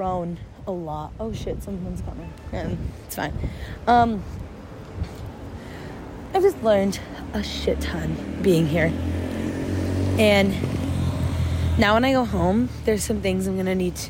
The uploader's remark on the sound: My last day in London. My first little walk & talk episode.